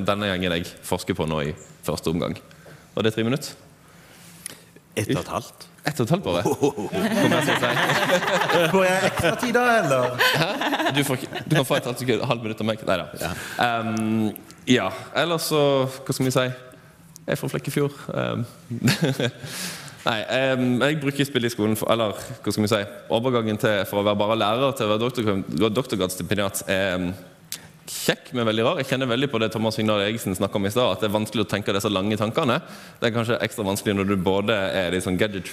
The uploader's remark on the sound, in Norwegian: LIVE FRA NKUL2019. Spillpedagogene ble spilt inn live for en forsamling mer enn gjennomsnittelig teknologiopptatte lærere, ledere og skolefolk.